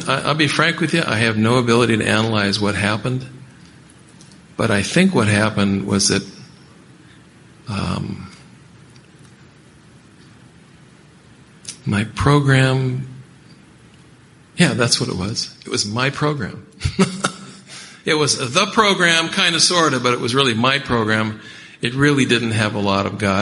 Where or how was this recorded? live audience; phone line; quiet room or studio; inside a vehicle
live audience